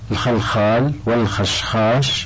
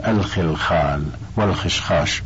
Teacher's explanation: وهو الخلخال والخشخاش بفتح الخاء، والعامة تكسرها · Shown in: first take · فتقول الخلخال والخشخاش.